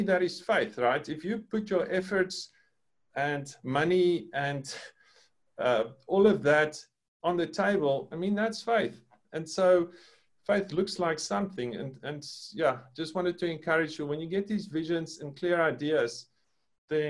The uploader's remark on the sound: Breakthru Business Forum ZOOM meeting